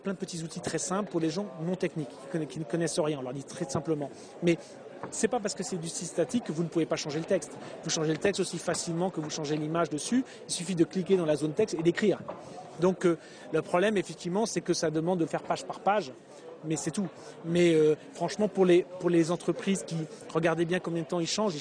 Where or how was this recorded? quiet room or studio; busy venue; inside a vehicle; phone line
busy venue